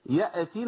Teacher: الهمزه اول ما تقابلك همزه ساكنه اقطع صوت ونفس، بس تكمل بعد كده، يعني مش اقطعه على طول، يعني اقطع صوت ونفس في الهمزه عند الهمزه وانتقل للحرف اللي بعديه على طول من غير ما تهز الحرف.